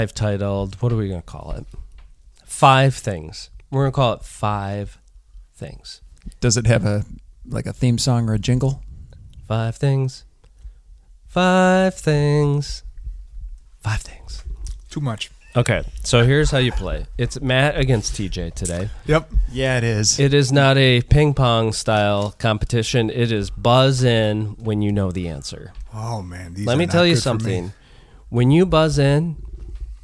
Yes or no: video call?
no